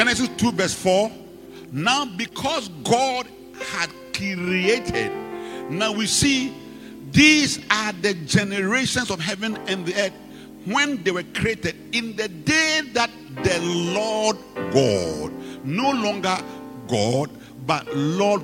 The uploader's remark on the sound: Preached at the Rose of Sheron Cathedral, Catch Anointing Centre Denomination, LA- Accra